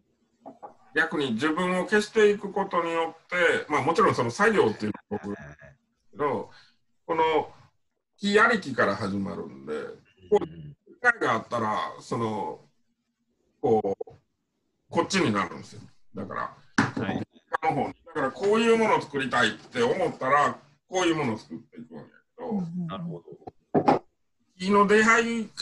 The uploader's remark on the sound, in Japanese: zoom】中川木工芸比良工房 × -CONNECT